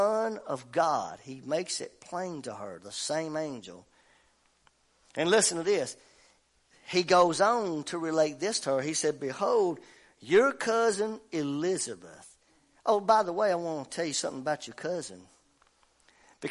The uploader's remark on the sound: WELCOME TO OUR LIVE SERVICE. At Family Worship Center in Athens Tennessee. We own a CCLI license CSPL080184 to stream our music live over the internet.